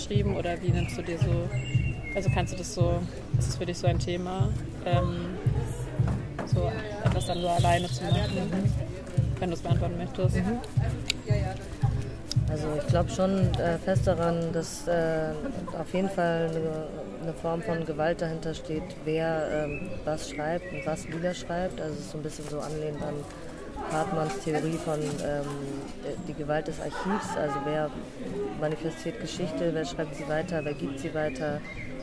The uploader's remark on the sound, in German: Mit Iced Coffee (Hafermilch) sitzen wir auf dem Schulhof des Prosanova-Festivalgeländes in der Sonne.